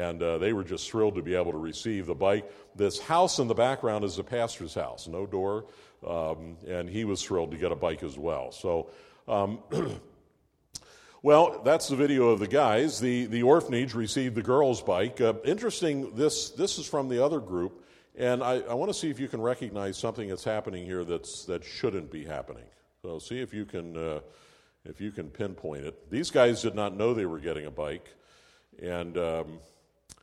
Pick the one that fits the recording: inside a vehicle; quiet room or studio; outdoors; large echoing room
large echoing room